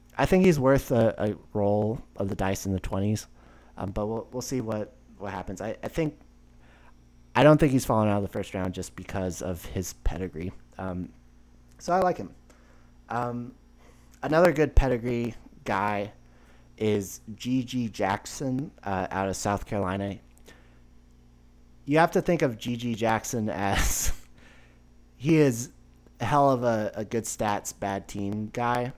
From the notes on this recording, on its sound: Apologies for the slight crackling. Tried to fix it in post, but my computer may just be getting old when recording.